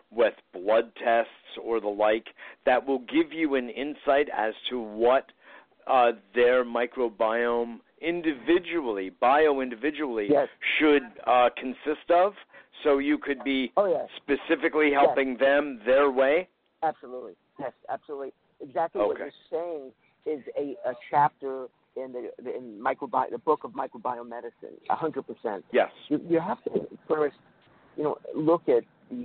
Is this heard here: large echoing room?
no